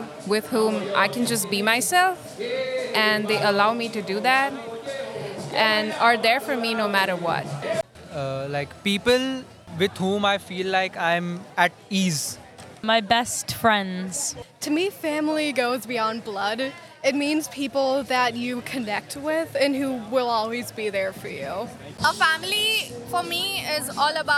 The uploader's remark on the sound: WFHB’s Youth Radio team recorded a new episode of voices in the street on IU’s campus during September’s First Thursdays Festival.